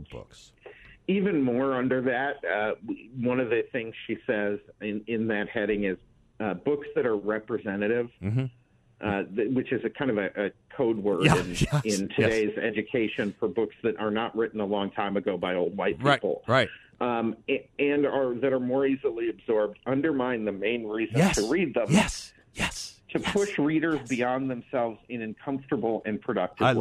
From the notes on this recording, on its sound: By phone for the full hour.